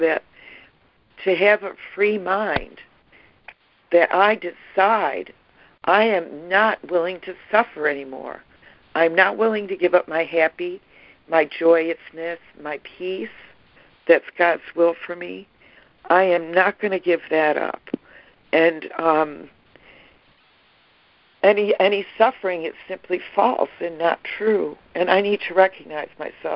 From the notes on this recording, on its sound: ACIM Daily Conference Call.